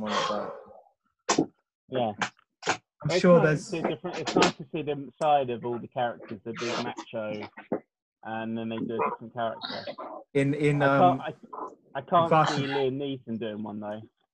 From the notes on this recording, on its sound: jump onto Zoom for a long overdue catchup